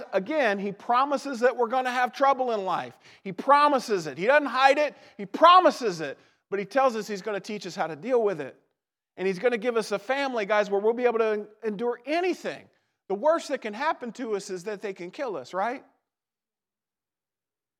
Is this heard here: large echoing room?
yes